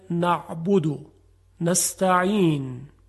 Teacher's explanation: حرف عین و حا از وسط حلق تلفظ میشه